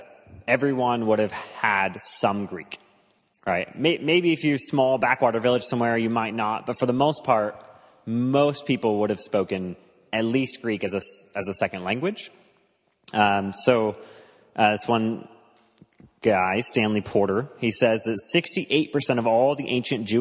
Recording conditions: live audience